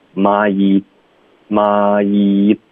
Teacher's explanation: 我要听到一个双元音妈一，然后一旦到这个一的音，你才能导致一个干脆停顿